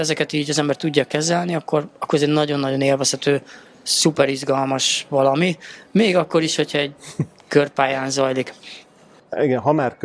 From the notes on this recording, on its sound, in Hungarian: A felvétel helyszínét a MAD DOG CAFE biztosította